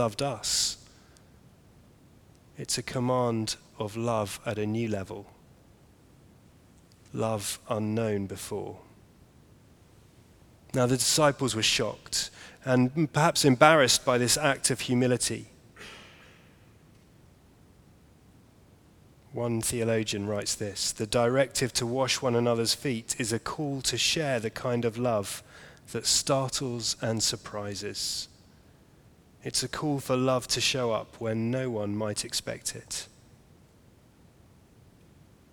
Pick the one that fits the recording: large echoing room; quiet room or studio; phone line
large echoing room